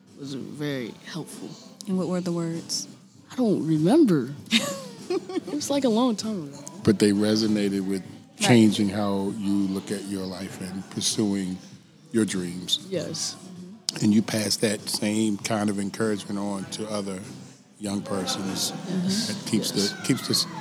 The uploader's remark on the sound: Interviews happened onsite at the Washington DC Metropolitan Police Department during the annual community Book Bash event.